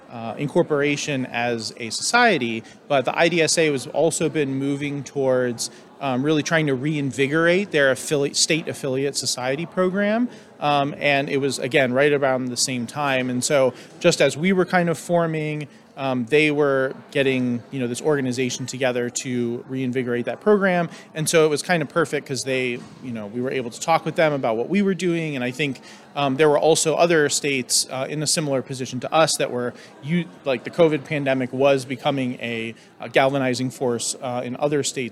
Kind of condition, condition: setting, busy venue